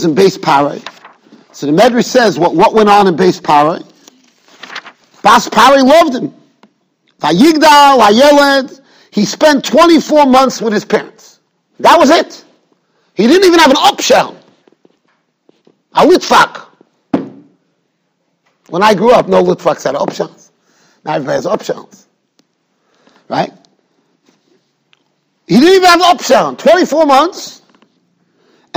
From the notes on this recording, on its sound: Shiur recorded in Yeshivas Ohr Reuven, Monsey, NY.